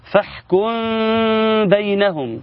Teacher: الميم الساكنة إذا أتى بعدها حرف الباء يتم إخفاؤها مع غنة · Term: الإخفاء